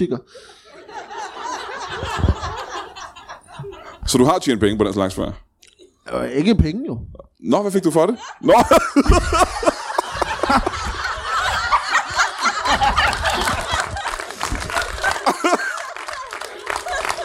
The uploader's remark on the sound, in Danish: LIVE fra Holbæk